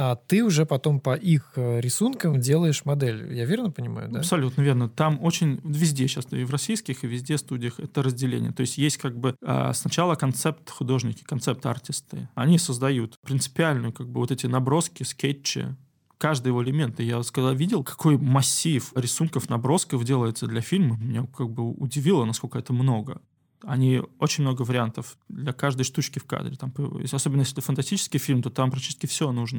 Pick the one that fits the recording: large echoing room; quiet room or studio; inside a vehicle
quiet room or studio